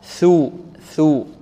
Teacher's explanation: الثاء هنا ماذا؟ مثلثة تخرج من طرف اللسان مع ماذا؟ مع أطراف الثنايا العليا